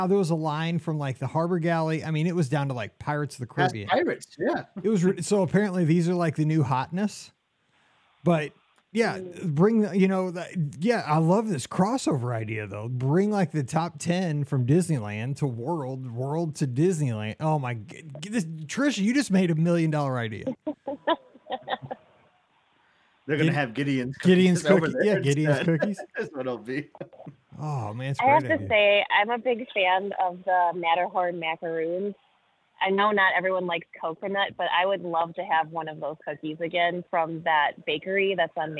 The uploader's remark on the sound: This is the Live Call-in Show from this past Sunday night, February 17, 2024! Took your calls.